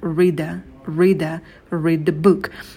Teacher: Мы соединили глагол read с артиклем «э», они произносятся слитно